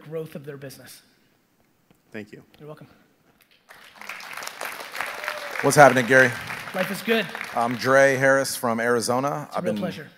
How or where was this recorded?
live audience